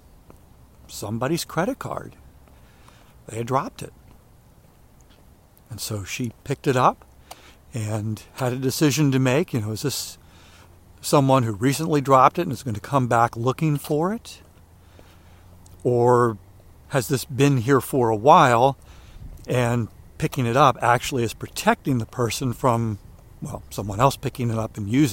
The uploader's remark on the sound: During today's ten-minute walk